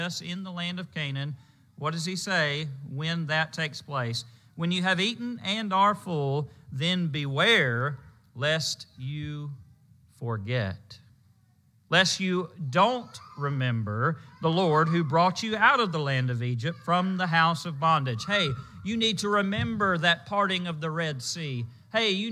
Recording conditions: large echoing room